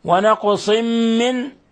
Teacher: والقاف ساكنة، ولاحظنا كيف قلقلنا القاف